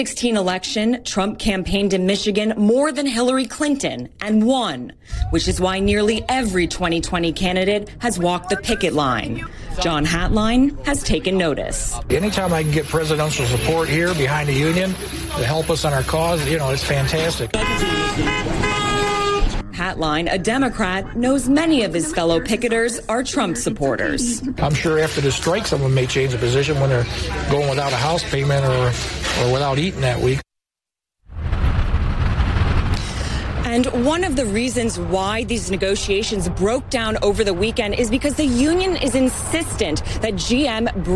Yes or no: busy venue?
yes